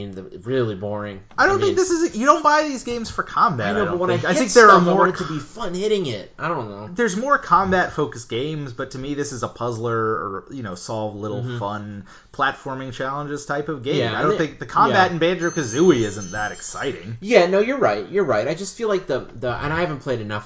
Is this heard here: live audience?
no